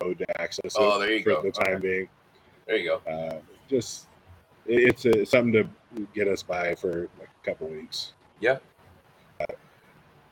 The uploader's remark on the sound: Live from the new Industry Strength